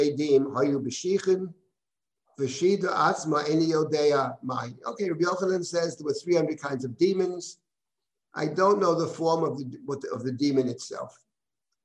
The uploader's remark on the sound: This audio was originally captured from Zoom.